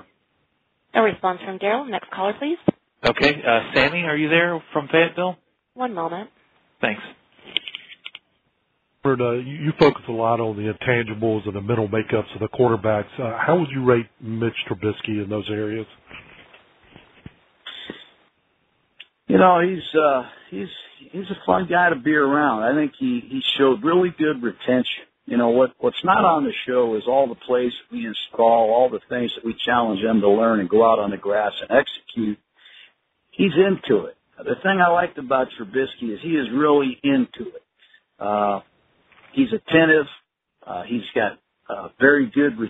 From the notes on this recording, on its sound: NFL Draft Conference Call